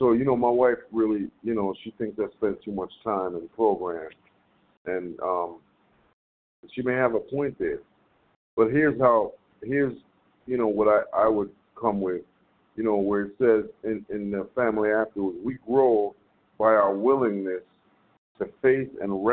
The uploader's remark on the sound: from the 100 Pounders Phone Meeting, 6/13/23